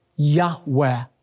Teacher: And His covenant name, Yud, He, Vav, He, oftentimes pronounced reverently, a very breathy Yahweh